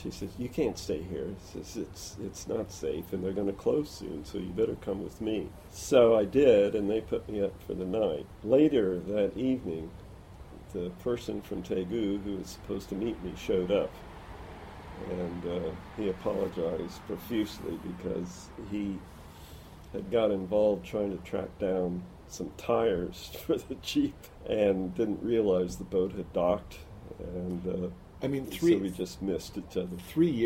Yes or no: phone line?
no